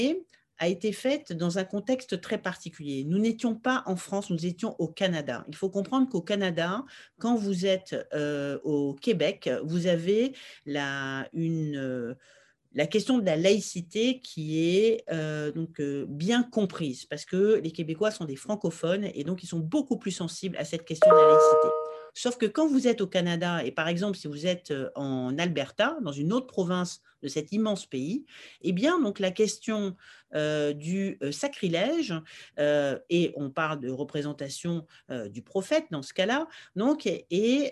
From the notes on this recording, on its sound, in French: Séance enregistrée le 23 septembre 2021 sur Zoom.